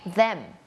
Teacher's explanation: ให้มันมีสั่นกว่าเดิมนิดนึงมันจะเหมือนดอเด็กบวกฟอฟัน